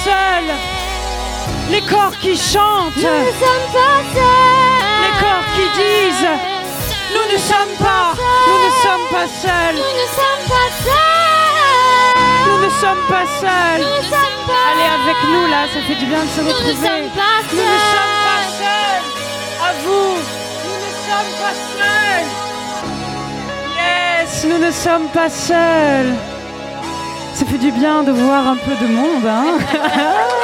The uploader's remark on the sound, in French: Toute l'équipe du Lobby s'est donné rendez-vous une dernière fois au Dock B à Pantin pour une marche des fiertés radiophonique ! Trois heures d'émission, en direct, et en public, au Dock B à Pantin. Elles nous interprètent deux titres en live.